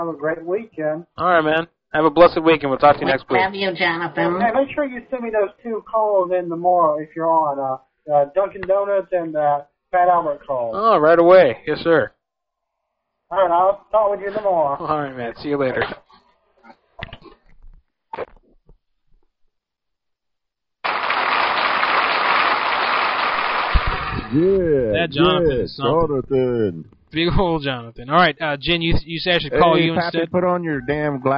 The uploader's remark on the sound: Personal Prank Phone Calls Collection.